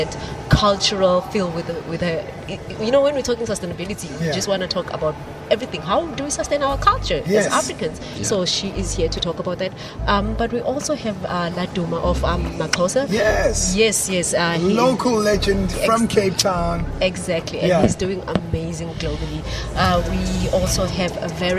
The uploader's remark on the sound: Live from the CTICC.